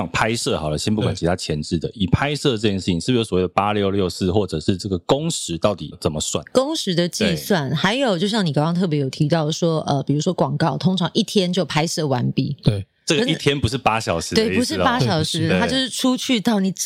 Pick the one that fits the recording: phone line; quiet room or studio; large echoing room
quiet room or studio